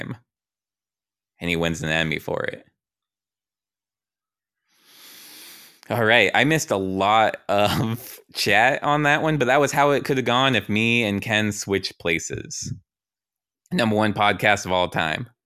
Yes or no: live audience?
no